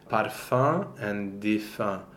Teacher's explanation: the O-E nasal is the only nasal vowel that's formed on a mixed vowel.